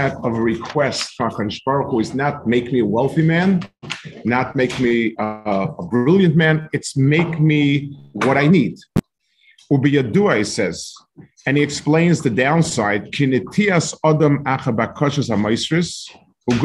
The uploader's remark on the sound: This shiur take place over Zoom on Motzei Shabbos.